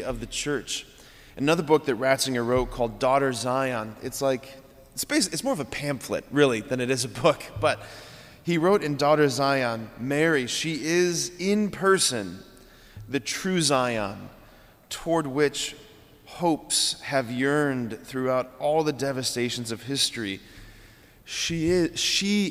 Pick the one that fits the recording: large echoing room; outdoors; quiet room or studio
large echoing room